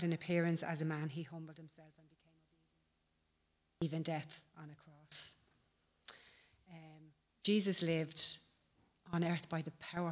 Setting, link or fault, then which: setting, large echoing room